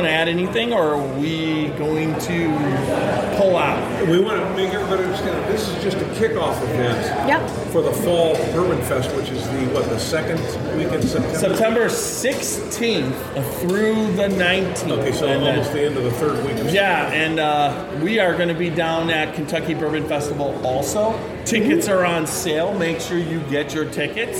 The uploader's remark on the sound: Kick off this years bourbon capitals barbecue challenge at log still distillery in Gethsemane Kentucky! We are podcasting right from the festival.